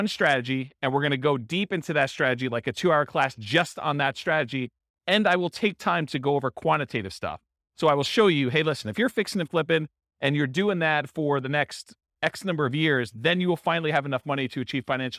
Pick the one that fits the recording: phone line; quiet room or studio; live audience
live audience